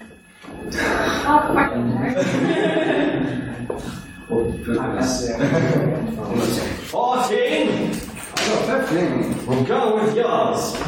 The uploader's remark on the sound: Here is the recording of the twentieth Ordinary Meeting of our 170th Session.